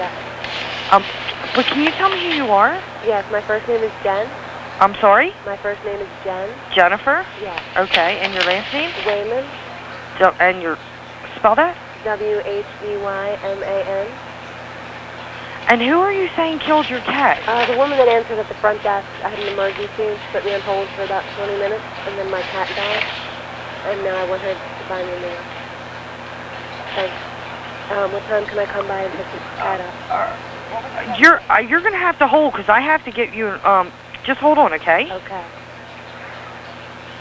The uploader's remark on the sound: …'s Personal Prank Phone Calls Collection.